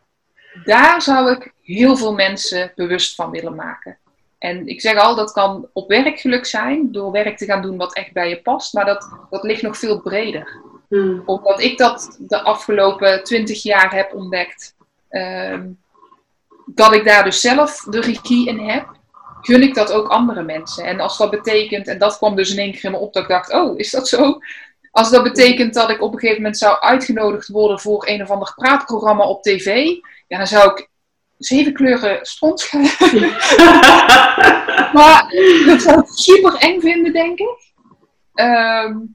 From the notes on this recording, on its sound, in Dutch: Vanwege Corona een interview via Zoom, maar het gesprek was er niet minder om.